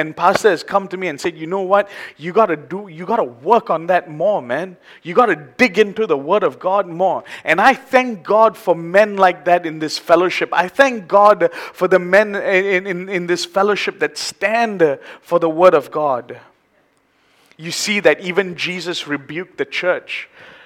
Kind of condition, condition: setting, large echoing room